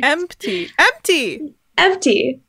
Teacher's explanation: before the T, it's an MP. And that's why if the P is silent, that doesn't really matter in the word.